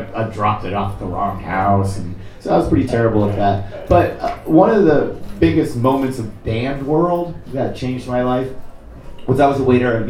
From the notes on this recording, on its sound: Live from Manchester Punk Festival